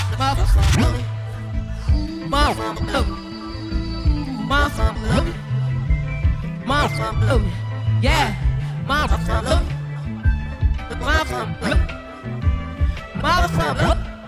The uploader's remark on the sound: This recording of her performance was captured back in August during Chreece 4 on the Square Cat Vinyl stage. This recording of her performance was captured back in August during Chreece 4 on the Square Cat Vinyl stage.